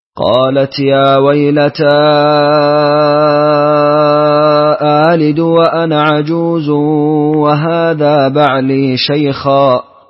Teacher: بالفتح أولا مع تسهيل الهمزة الثانية بلا إدخال